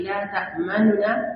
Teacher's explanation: an karanta shi da dhamma amma ba cikakkiyar dhamma ba, kamar kice dhamma kice nu la ta'manuna shine hakikanin wasalin yadda take kama, amma za ku ji malama ta ce la ta'manuna ta yi nunukun dhammar ba ta yi ta cikakkiya, wannan shine al-ikhtilas.